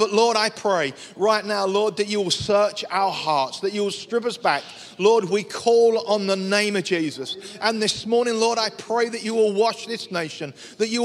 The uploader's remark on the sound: Audio recording taken from Kent Prayer Quake 2021 - Day One, Session Three